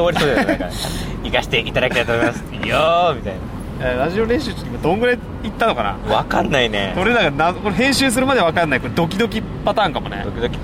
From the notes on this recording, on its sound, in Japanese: 赤レンガ倉庫でタコス祭りロケ。そんな最中、すぐ側で勃発した女子高生VSおじいさん。